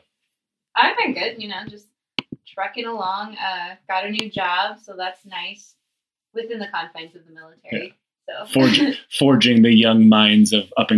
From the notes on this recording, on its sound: A little warning: We had some recording issues during this episode. Our producer did what he could to save it.